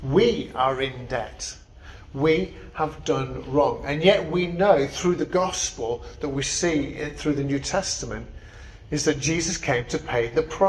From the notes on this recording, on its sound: Preached at St Barnabas, Swanland on 10th December 2023